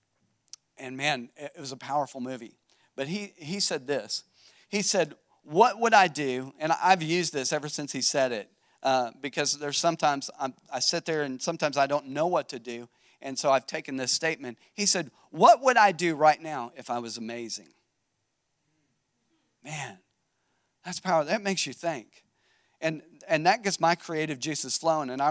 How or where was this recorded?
large echoing room